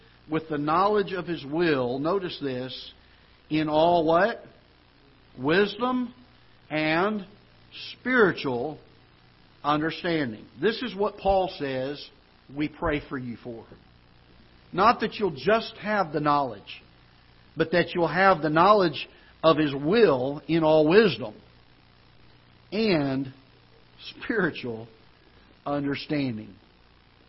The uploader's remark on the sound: Ketha Heights Baptist Church ~ Live Broadcast